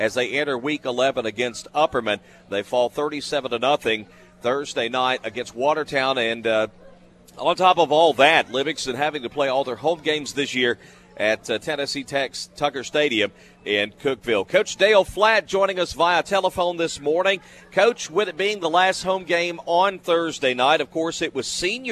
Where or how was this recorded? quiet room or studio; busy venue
busy venue